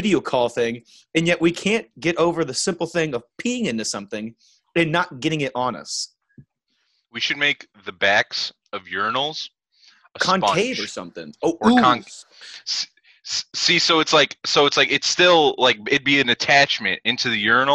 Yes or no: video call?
yes